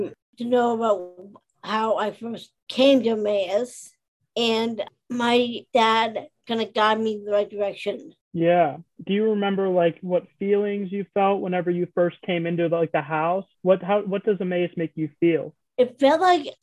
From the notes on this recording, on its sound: it was a zoom-style interview